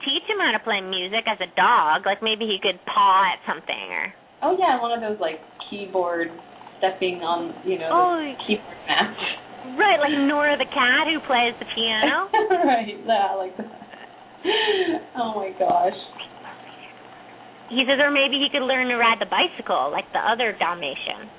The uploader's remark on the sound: open up the lines for listeners to call